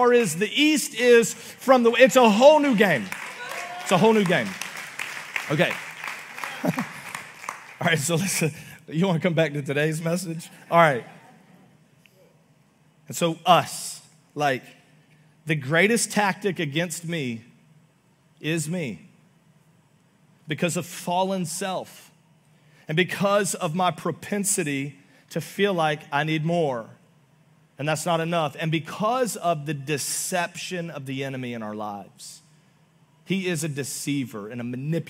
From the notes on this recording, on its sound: Augustine, Florida. Recorded live on October 29, 2023 at Church On The Rock.